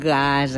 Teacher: la primera consonant de la paraula gasa és velar, gasa, i notam allò justament al final d'espaladar, al principi d'escoll.